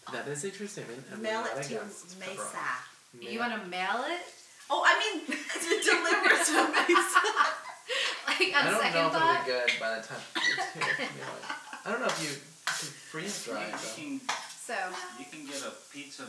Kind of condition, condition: fault, poor sound quality